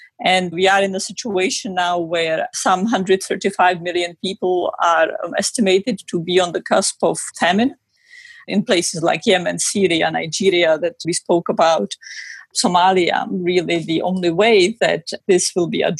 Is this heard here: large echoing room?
no